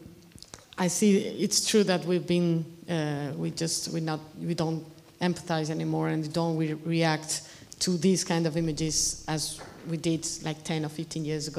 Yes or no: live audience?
yes